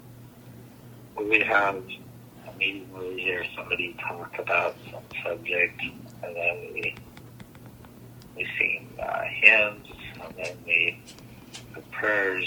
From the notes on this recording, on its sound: Phone Call. This episode is yet another recorded conversation.